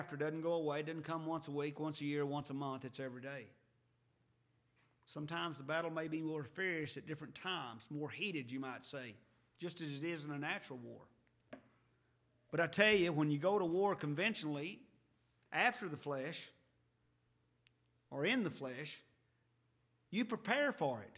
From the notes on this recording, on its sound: to the Lubbock Primitive Baptist Church